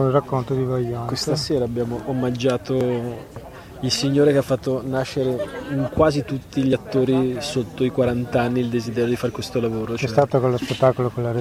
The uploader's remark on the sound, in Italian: Nella seconda parte abbiamo ascoltato le interviste registrate alla terza e quarta serata di Luoghi Comuni Festival